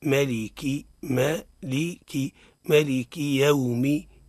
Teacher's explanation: يومي يا تحرك بالفتح ومرققة يومي الواو ساكن ومرقق رخوي ولين، يومي الميم متحركة بالكسر كما نعلم أنها الإضافة.